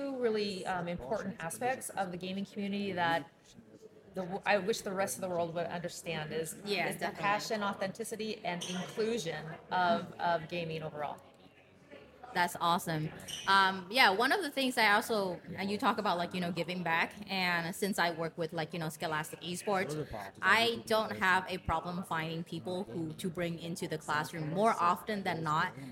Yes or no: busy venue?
yes